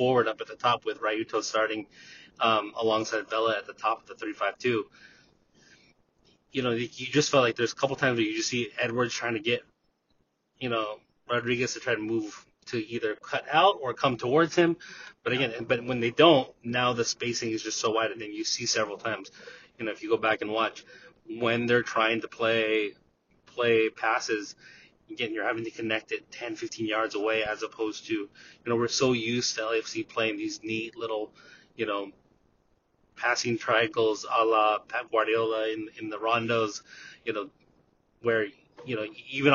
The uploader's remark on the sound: Audio Quality Disclaimer*: this episode was recorded on the way home from the stadium in the car.